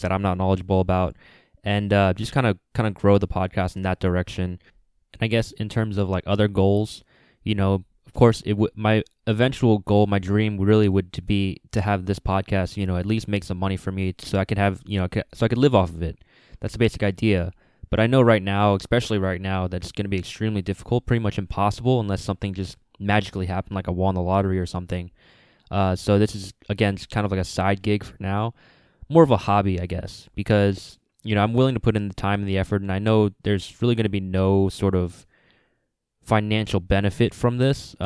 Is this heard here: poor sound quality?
no